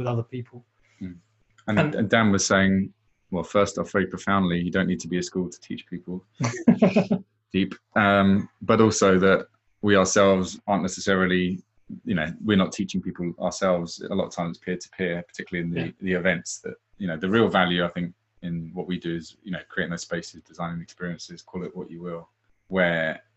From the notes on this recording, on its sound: In this episode I share the audio of a live webinar.